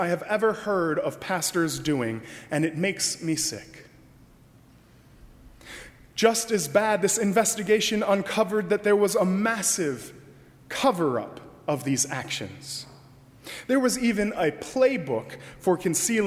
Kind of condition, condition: setting, large echoing room